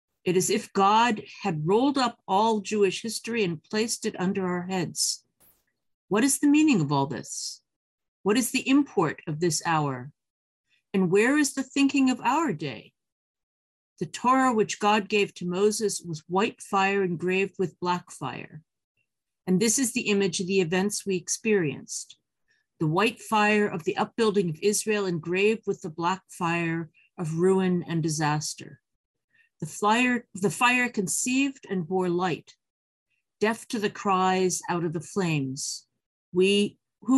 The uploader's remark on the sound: This audio was originally captured from Zoom